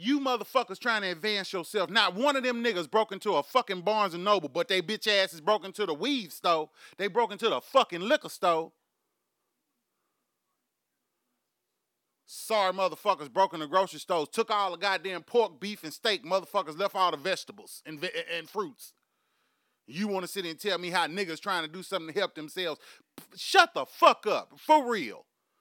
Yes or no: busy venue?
no